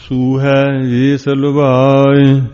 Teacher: ਇਹ ਦੇਖੋ ਭਾਈ, ਲੱਲੇ ਨੂੰ ਹੋੜਾ ਲੱਗਿਆ ਵਾ ਤੇ ਲੱਲੇ ਨੂੰ ਔਂਕੜ ਵੀ ਹੈਗਾ, ਤੇ ਜਿੱਥੇ ਇਹ ਮਾਤਰਾ ਦੋ ਲੱਗੀਆਂ ਪਈਆਂ ਹੋਣ ਉਹਦਾ ਮਤਲਬ ਹੁੰਦਾ ਨਾ ਤਾਂ ਕੱਲਾ ਹੋੜਾ ਬੋਲਣਾ ਨਾ ਕੱਲਾ ਔਂਕੜ ਬੋਲਣਾ, ਦਰਮਿਆਨੀ ਆਵਾਜ਼ ਕਰ ਲੈਣੀ ਆ ਉੱਥੇ